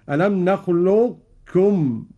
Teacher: ألم نخلقكم من ماء مهين، في كلمة نخلقكم وجهان لجميع القراء، الإدغام الكامل كاف مشددة ألم نخلقكم، أو الإدغام الناقص مع إبقاء صفة الاستعلاء على القاف بدون قلقلة